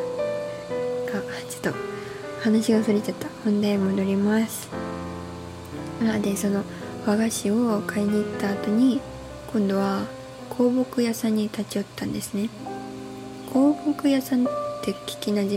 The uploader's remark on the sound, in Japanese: マイク買ってみたんですが、まだ調整上手く出来てなくて雑音うるさいです。